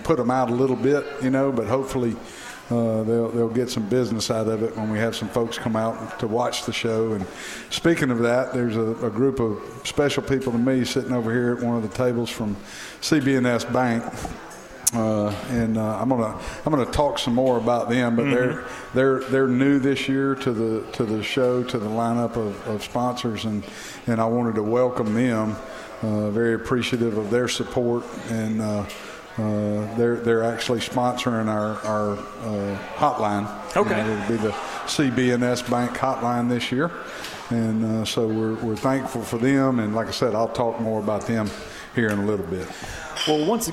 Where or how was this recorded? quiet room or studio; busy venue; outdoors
busy venue